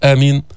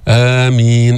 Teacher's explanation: بتقول آمين بتمد صوتك فيها · Shown in: second take